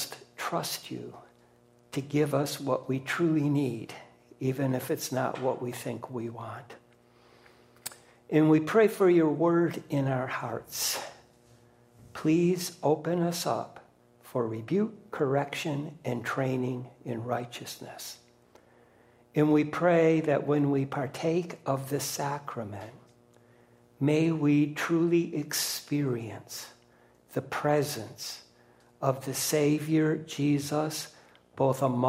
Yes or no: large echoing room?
yes